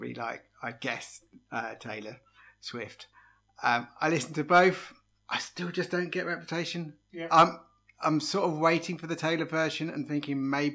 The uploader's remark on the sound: Sorry for some audio issues as we had podcast microphone problems